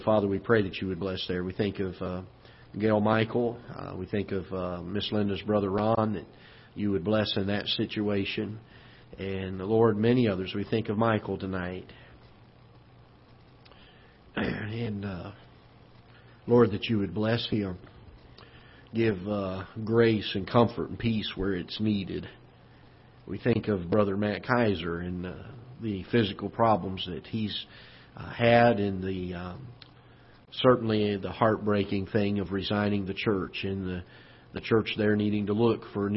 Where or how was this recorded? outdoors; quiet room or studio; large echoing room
large echoing room